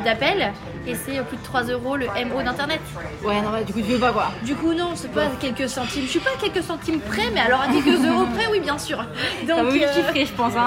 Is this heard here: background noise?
yes